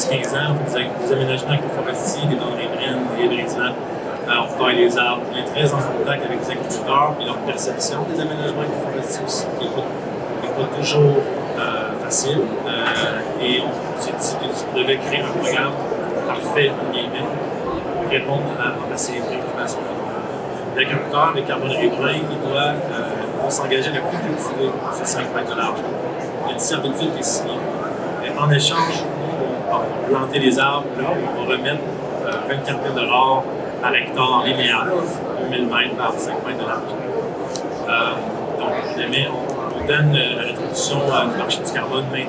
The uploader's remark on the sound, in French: Au Salon de l'agriculture. À noter qu’un problème technique nous empêche de diffuser l’audio original de ce panel de discussion. Nous sommes désolé pour la qualité sonore présentée ici.